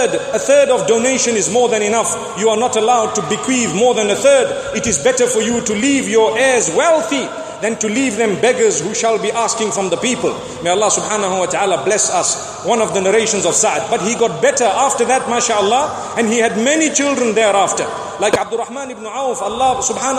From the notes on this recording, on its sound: Delivered at Tuanku Mizan Zainal Abidin Musjid